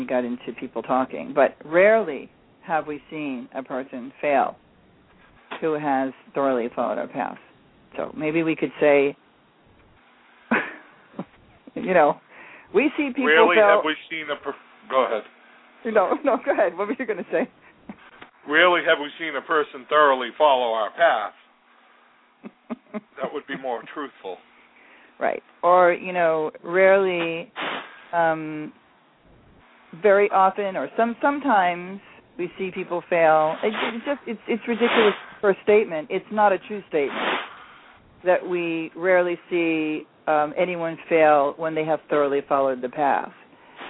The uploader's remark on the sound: called in!